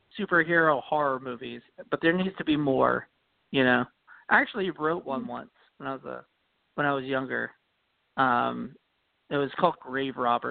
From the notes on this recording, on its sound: The October Call In Show.